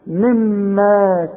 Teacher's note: مما لازم تغنها حركتين